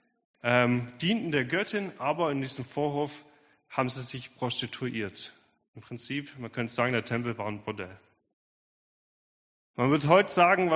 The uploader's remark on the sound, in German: Predigt der Sueddeutschen Gemeinschaft Ditzingen